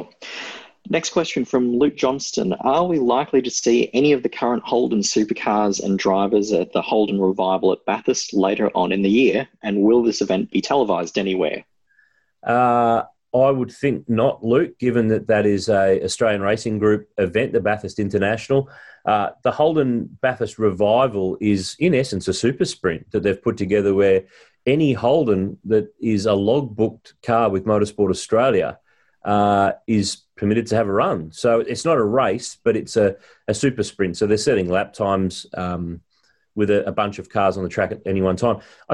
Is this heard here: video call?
yes